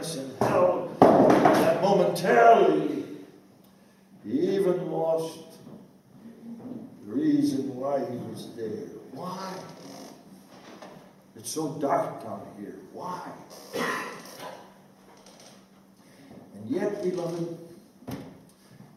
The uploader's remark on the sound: This speech was given at the 2014 British Reformed Fellowship Conference, hosted in Scotland.